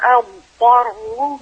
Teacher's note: فصل الضاد عن الطاء وبيان كل منهما